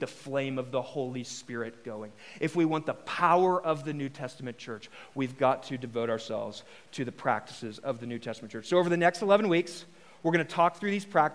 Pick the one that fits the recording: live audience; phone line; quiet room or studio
live audience